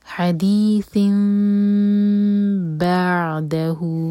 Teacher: یہاں پر اخلاب ہو رہا ہے تو نون کا ساؤنڈ میم میں چینج ہوا اخلاب ہوگا اور ہم پھر دو سیکنڈس کا ٹائم دیں گے